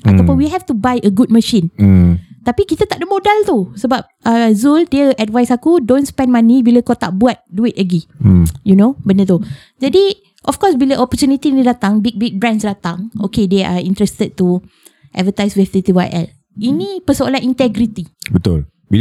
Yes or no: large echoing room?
no